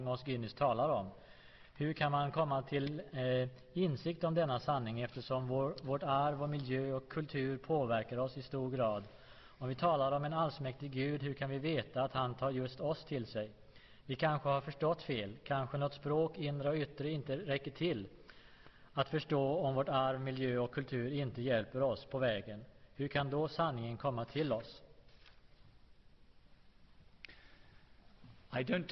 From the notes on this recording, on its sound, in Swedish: Inspelad i G&#246;tebrogs Univeritets Aula, G&#246;teborg vid en CKS-konferense i G&#246;teborg